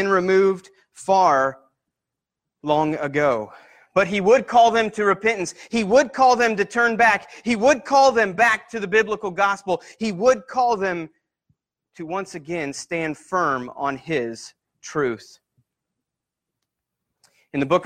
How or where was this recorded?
large echoing room